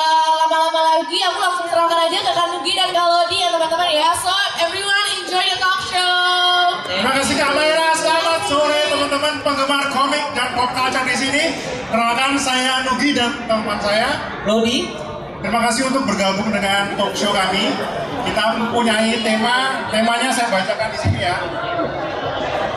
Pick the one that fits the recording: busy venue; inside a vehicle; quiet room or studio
busy venue